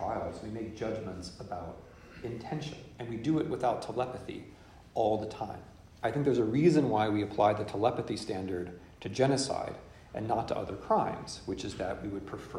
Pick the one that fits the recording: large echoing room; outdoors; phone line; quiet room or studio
large echoing room